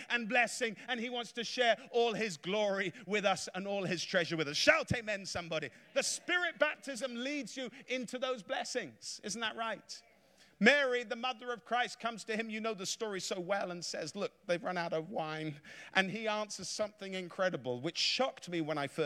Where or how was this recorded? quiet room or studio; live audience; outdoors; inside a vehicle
live audience